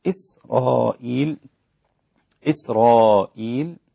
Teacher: مد متصل مقداره أربع حركات أقل شيء، ويجوز فيه ست حركات لحمزة وورش أيضا.